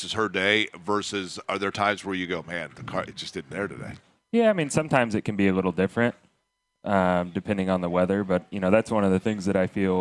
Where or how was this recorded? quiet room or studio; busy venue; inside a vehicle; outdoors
busy venue